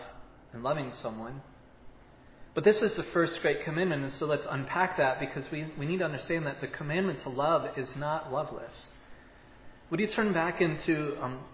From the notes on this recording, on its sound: was preached at Providence Church on Sunday, March 13, 2022